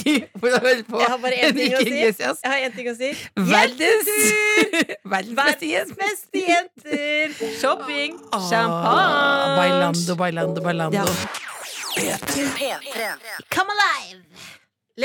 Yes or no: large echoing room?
no